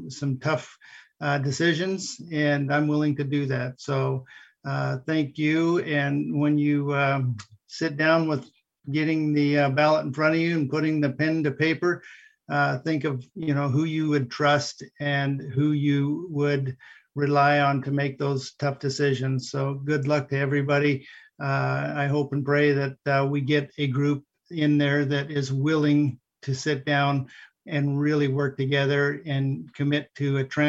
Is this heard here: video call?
yes